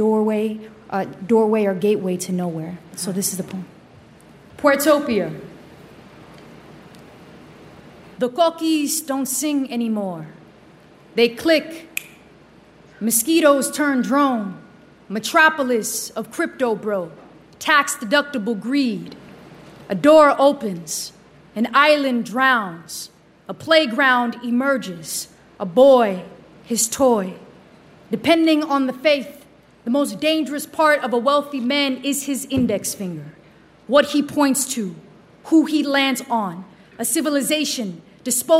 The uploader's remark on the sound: Live From The Apollo. At Harlem's World Famous Apollo Theater in New York City.